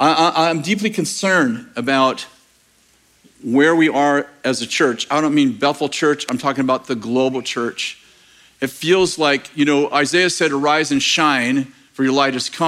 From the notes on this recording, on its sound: In this message from April 23rd, 2023 at Bethel Church in Redding CA